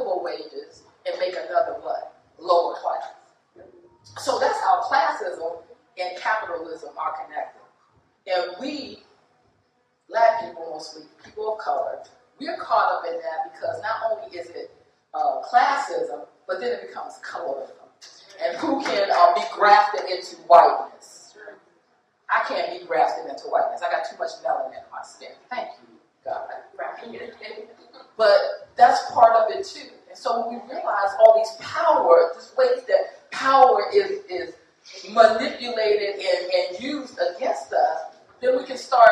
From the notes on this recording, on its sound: Life After the Impact LIVE from DC. Life After the Impact hosted its FIRST LIVE & IN PERSON event at Busboys and Poets in Washington DC.